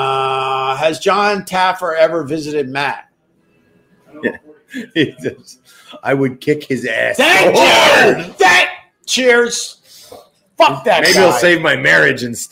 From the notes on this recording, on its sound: Recorded at Tuesdays at Gebhards with my friend and the owner of Gebhards. Someone is crashing our livestream.